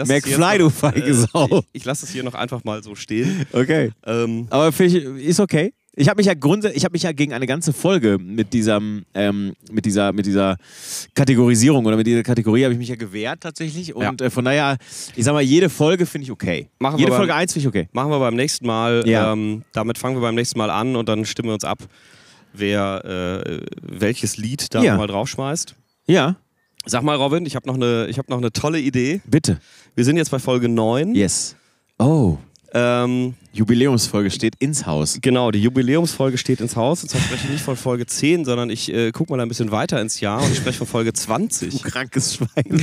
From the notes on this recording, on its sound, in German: in unmittelbarer Nähe zum Grill